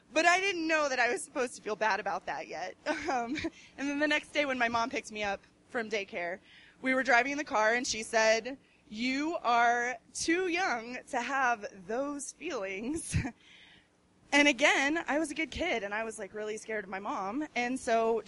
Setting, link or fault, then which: setting, busy venue